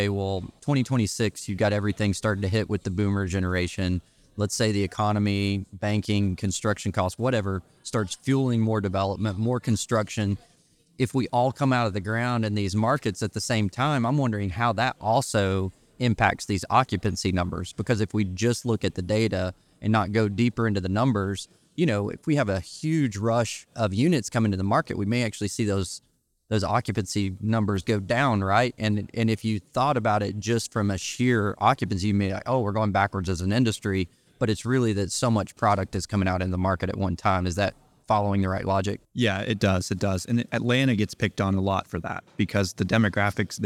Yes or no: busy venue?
yes